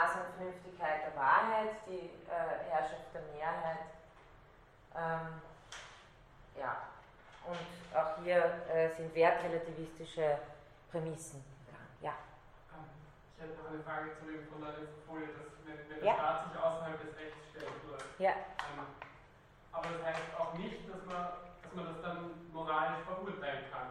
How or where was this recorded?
large echoing room